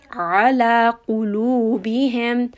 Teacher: Qaf is a heavy sound, so we are having mouthful, back of the tongue raised. And at the end of this word, qulubihim, we have meem with a tawassut.